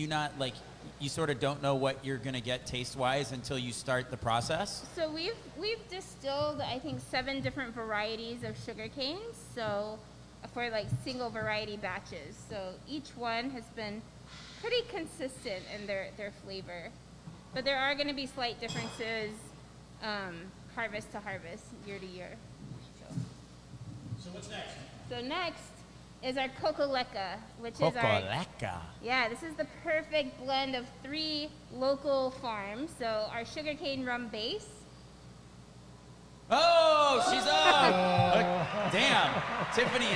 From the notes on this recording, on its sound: At Kohana Rum Distillery on Oahu. Live on location at Kohana Agricole Rum distillery in Kunia, Hawaii.